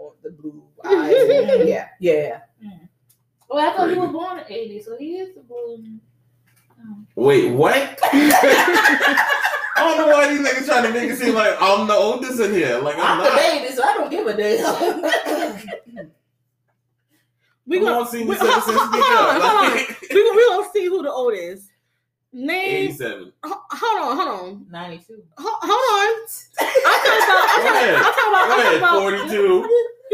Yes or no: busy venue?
no